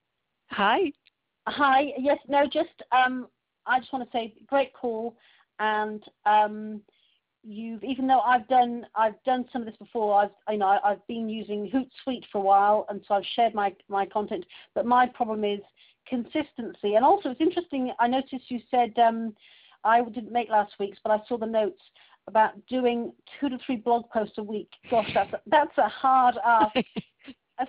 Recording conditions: phone line